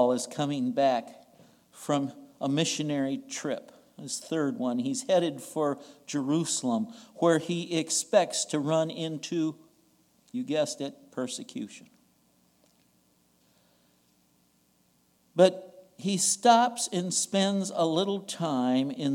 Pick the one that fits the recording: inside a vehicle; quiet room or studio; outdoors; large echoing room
large echoing room